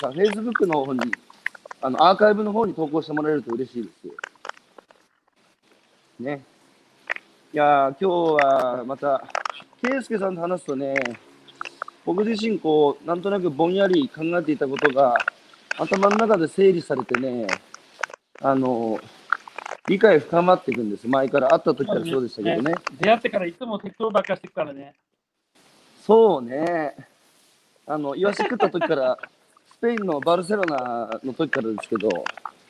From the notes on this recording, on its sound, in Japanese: 歩きながら1時間、対談する